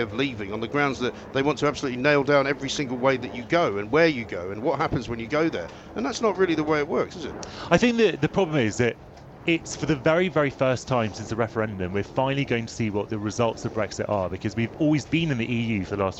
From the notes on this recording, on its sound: Comes live from College Green.